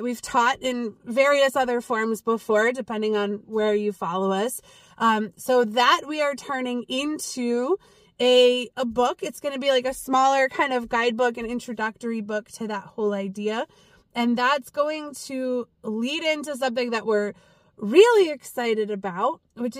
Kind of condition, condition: setting, inside a vehicle